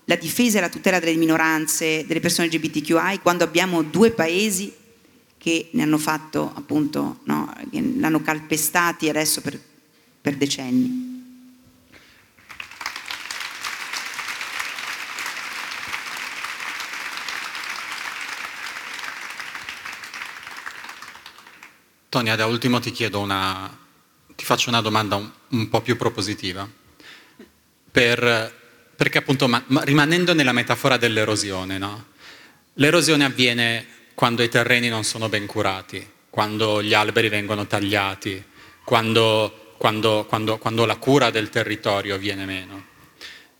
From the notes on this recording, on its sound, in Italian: In una puntata speciale live registrata al Talk del Post a Faenza. In una puntata speciale live registrata al Talk del Post a Faenza.